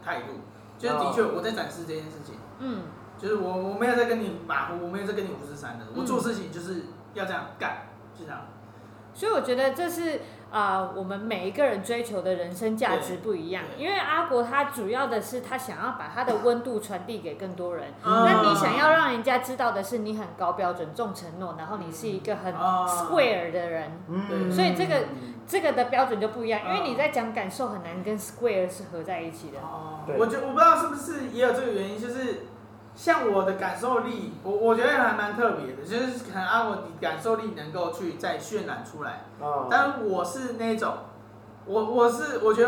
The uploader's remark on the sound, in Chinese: 錄音地點｜ 藍色咖啡館 108台北市萬華區大理街131號。